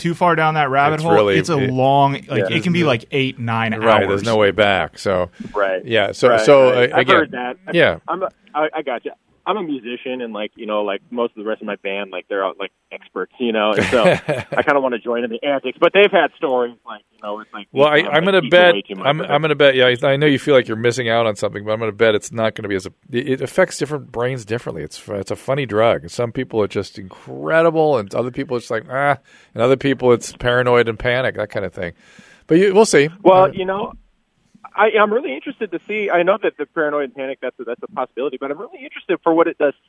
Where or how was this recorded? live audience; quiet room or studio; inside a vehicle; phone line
phone line